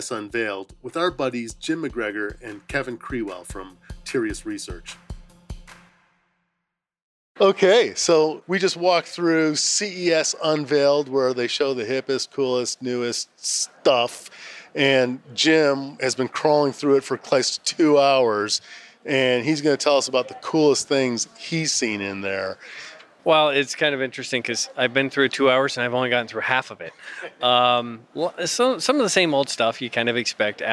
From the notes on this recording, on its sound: This is a special edition of our podcast, with reporting live from the Consumer Electronics Show in fabulous Las Vegas!